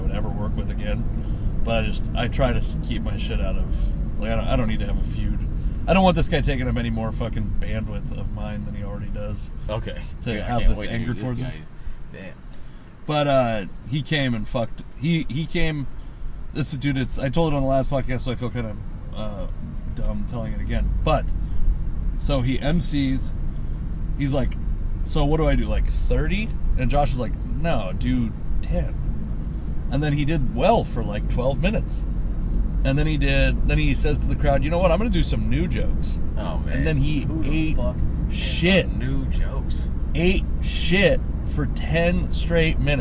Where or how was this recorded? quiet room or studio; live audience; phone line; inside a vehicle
inside a vehicle